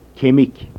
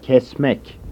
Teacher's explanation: Voiceless stops in Turkish are strongly aspirated.